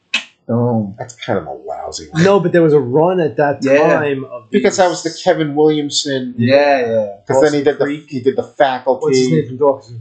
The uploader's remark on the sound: This is the last episode that has audio problems and we apologize in advance.